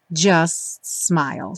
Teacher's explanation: Também junta os dois S porque o T do Just acaba não aparecendo